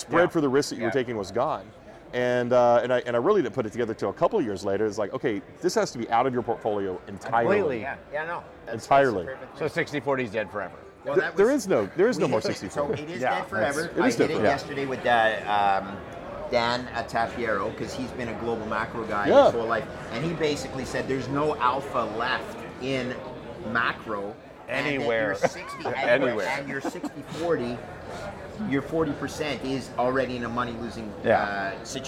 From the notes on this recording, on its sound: We sat down at Bitcoin Miami.